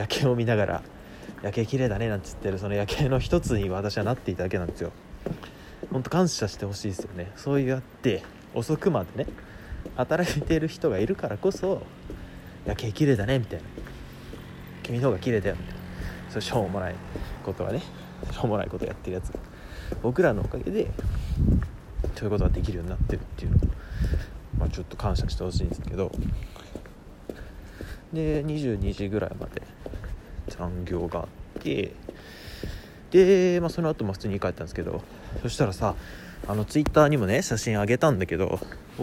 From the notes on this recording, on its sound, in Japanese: 歩きながら外で録っているので、雑音とか入っちゃってごめんなさいね。